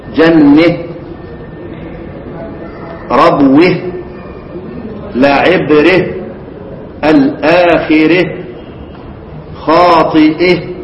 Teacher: يعني تمال هاء التأنيث وما قبلها · Term: الإمالة